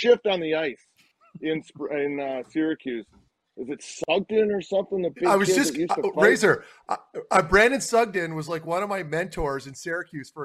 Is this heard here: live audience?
no